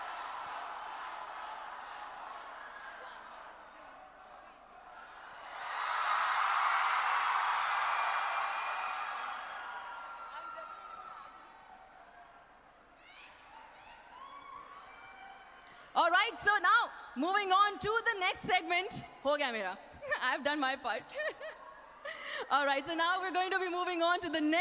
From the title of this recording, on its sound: Global Icon Award at Sharjah International Book Fair Speech